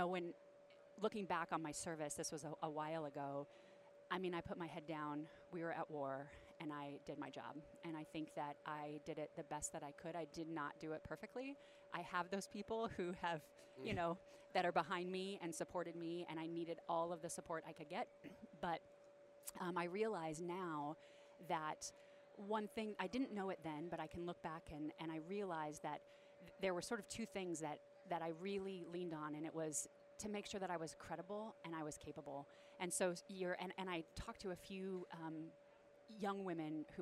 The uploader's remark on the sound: This week we are recording from the floor of Modern Day Marine so that we can bring you the events and personnel of this outstanding convention as it’s going on.